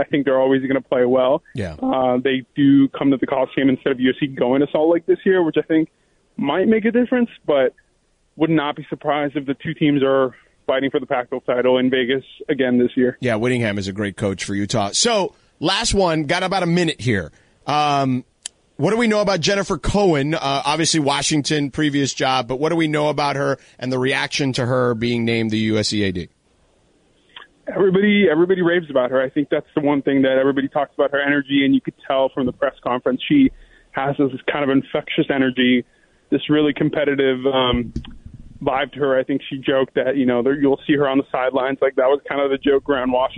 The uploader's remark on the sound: called